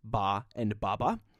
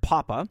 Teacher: the B sound is the voiced version of the P sound